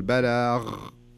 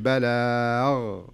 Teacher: عشان كذا تصير خشنة شوية، فحاولي انك تدربي عليها، خذي حرف منتهي بحرف الغين، مثلا بلاغ، لاحظي لما اقول بلاغ صارت كانها خاء، لكن لما اقول بلاغ صارت غين نظيفة كذا ما فيها اي خشونة او يعني الثقل اللي في الخاء · Shown in: second take